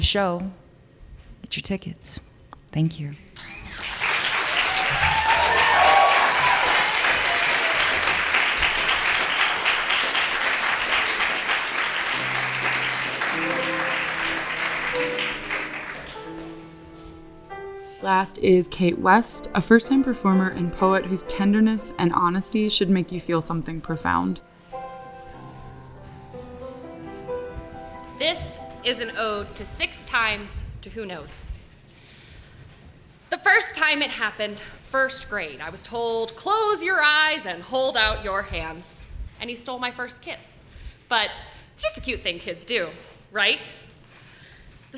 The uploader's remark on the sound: Live Stories from Un/pact. This season, The Soul Stories Podcast is featuring live stories from "un/pact: a creative dialogue on consent.” This event was Held in April for Sexual Assault Awareness Month and will be recurring annually.